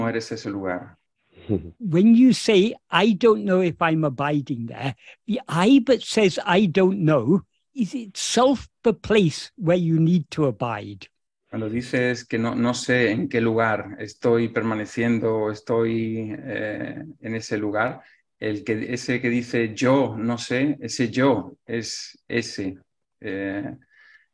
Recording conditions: video call